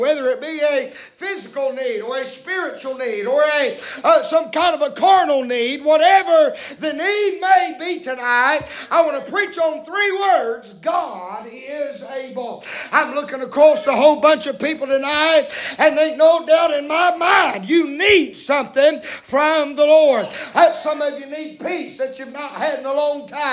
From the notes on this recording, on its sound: preaching live from Still Water Baptist Church